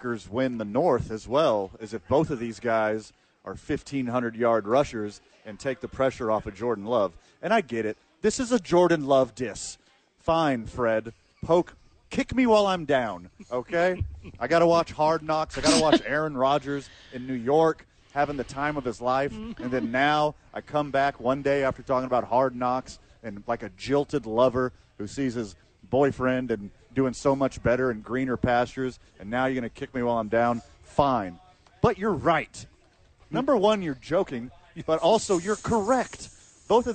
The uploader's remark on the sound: live from ABQ AXE